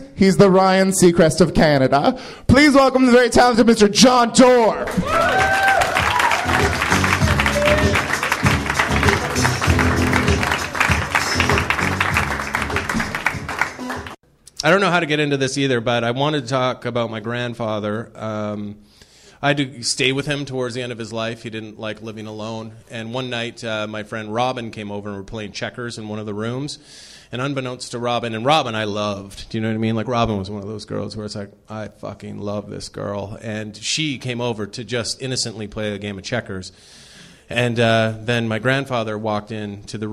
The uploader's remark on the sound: Drive together to Nerdmelt Theater in Los Angeles. After some quick riveting conversation in the Honda, we then take you straight to the live comedy show. Then, we wrap things up in the Meltdown greenroom.